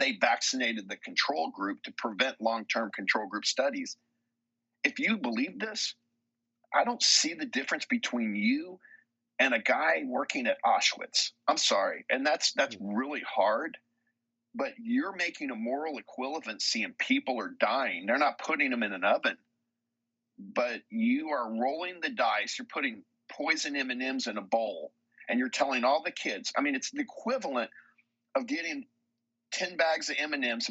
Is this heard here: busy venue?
no